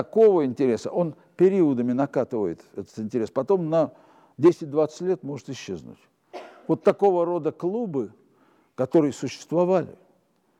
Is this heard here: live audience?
yes